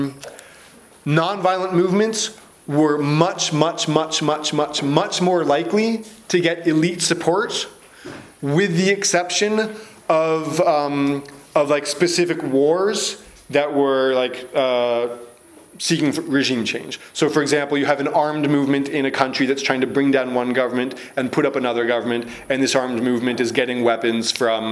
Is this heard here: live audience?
yes